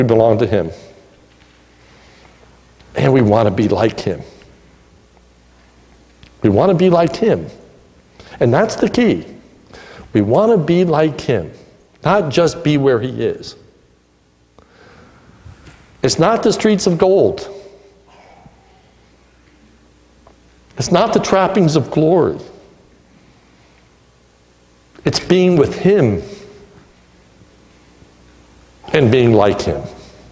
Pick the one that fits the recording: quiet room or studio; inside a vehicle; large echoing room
large echoing room